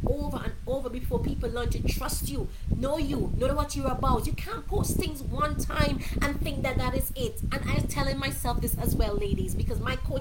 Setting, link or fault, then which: fault, sounds in the background